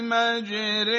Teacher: کلمه مجراها در سوره هود آیه 41 که در روایت حفص از عاصم کوفی استثناءً مجره ها خونده شده، یعنی حرف ر ترقیق میشه، مجره، نمیگه مجارا، مجره.